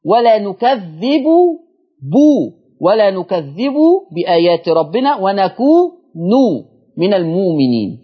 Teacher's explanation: يبقى ضم الباء ولا نكذب وضم النون ونكون